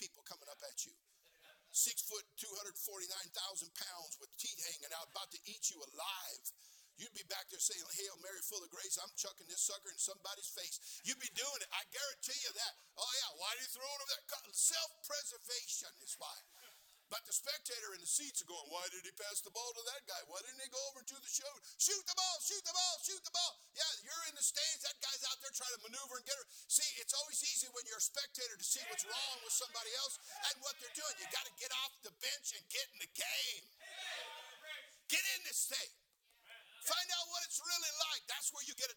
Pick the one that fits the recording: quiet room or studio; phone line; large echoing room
large echoing room